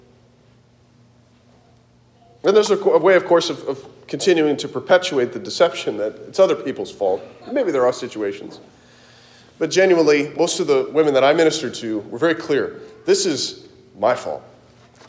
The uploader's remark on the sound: Delivered at Christ the King Church, Kansas City, KS